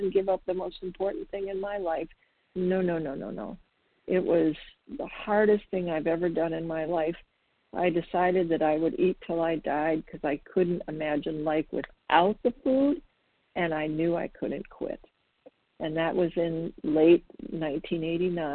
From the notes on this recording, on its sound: the 100 Pounders Phone Meeting